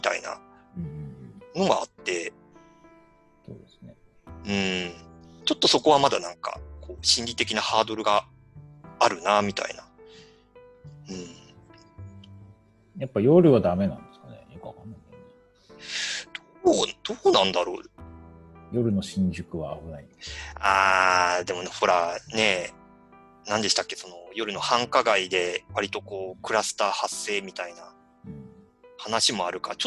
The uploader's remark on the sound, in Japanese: リモート収録